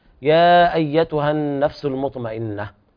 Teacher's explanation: مد منفصل بمد أربع حركات أو خمس عند رواية حفص عن عاصم.